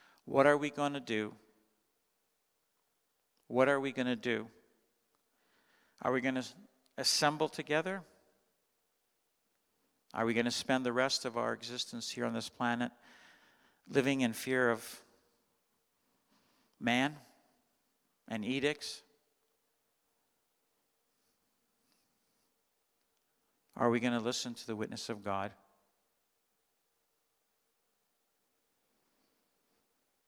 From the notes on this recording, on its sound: Sunday Morning Service, 2021-12-26